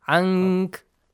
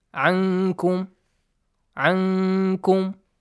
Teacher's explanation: you have to hide the sound of نون as if the listener understands that the next letter is كاف · Term: إخفاء